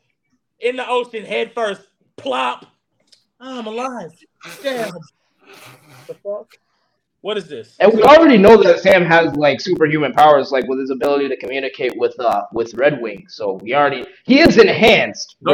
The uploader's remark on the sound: audio issues